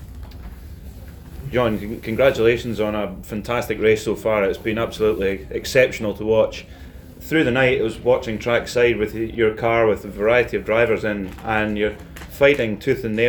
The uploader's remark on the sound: Live from Daytona